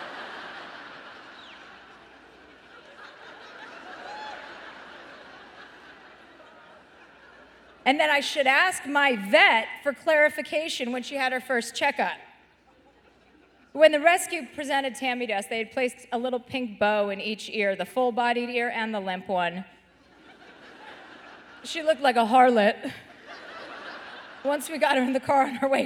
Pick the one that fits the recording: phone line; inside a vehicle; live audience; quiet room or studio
live audience